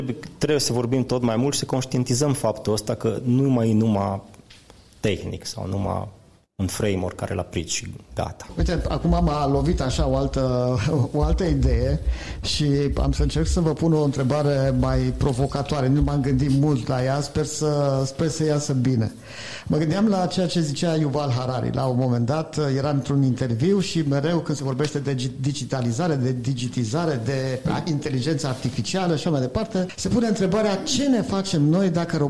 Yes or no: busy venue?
yes